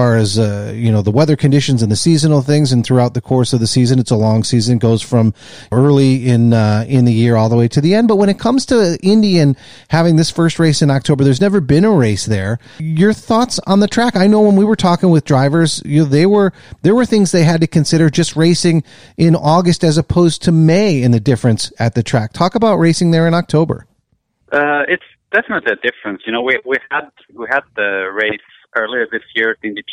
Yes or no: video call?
no